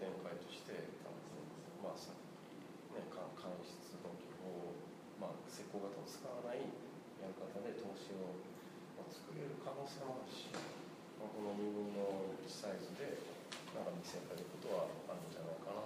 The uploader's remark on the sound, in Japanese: 会場：金沢美術工芸大学 展示室。OUTBOUNDー彫刻シンポジウム外伝 のトークイベントの録音です。